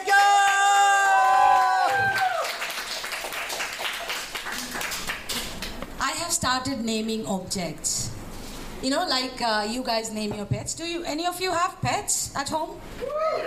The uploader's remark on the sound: Live at One Night In Saigon